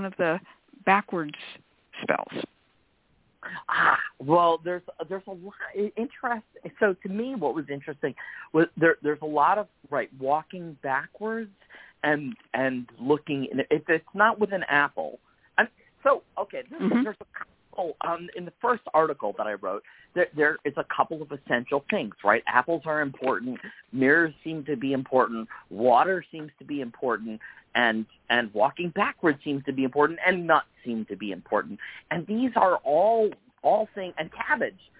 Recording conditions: phone line